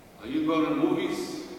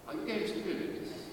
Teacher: the Bronx speech, the weak syllables and the strong syllables are all strong syllables · Shown in: first take